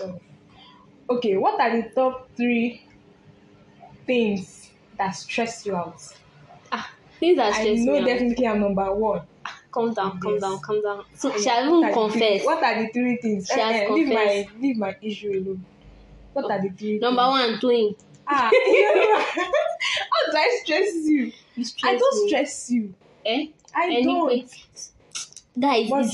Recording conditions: sounds in the background